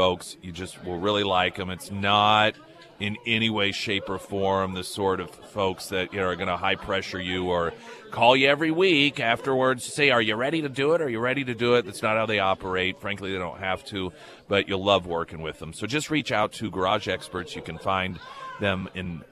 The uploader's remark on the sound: live at Scramblers Diner